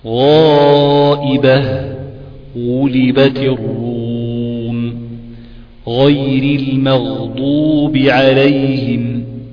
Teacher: حرف الغين ده حرف مفخم، يعني حرف مستعلي، يعني منطقة أقصى اللسان